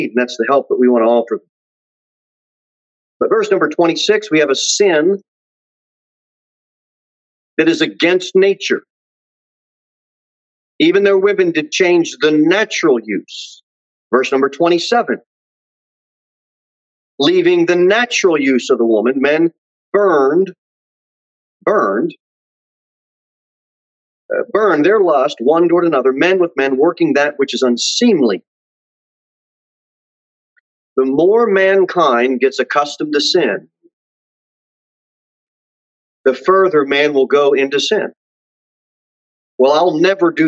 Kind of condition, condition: setting, large echoing room